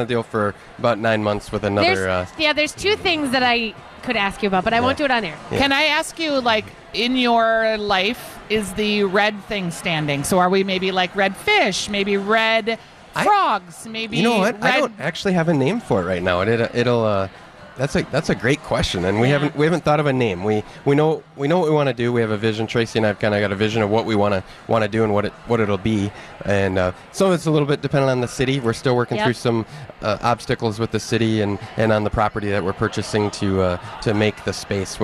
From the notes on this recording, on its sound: Live at Fit Fest!